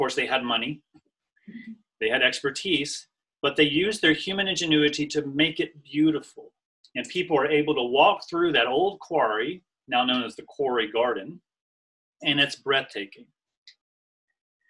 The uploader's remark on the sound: NOTE: This was recorded alongside Zoom. Q&A is included.